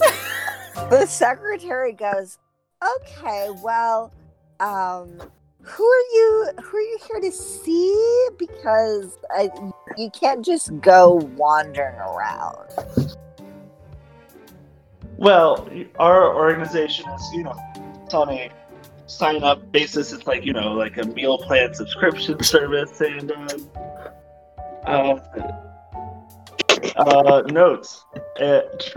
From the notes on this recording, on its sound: T he audio in this one is pretty rough, bit it's definitely still listenable--just expect some not so pretty sounds. Doesn't have access to a good private recording space, so you're getting a lot of background noise. We also just have some glitches in the recording, as at this point we've yet to move over to doing sessions on zoom (you'll see a big improvement at that point and we won't get any dropped words or total cut-outs).